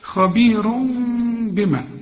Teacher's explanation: هنا المفروض يبقى في عندك ضمتين خبير، لكن التنوين اللي بعده به بيحصل اقلاب، بيقول لك لو سمحت اقلب التنوين الى ميم واخفيه وغنه، يبقى العلماء بيسموه اخفاء واقلاب مع الغنه.